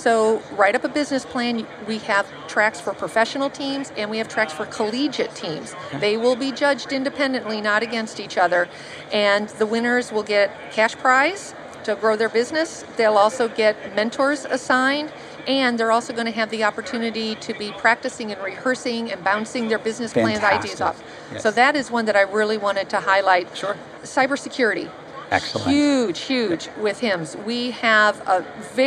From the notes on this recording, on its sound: at the HIMSS17 Conference.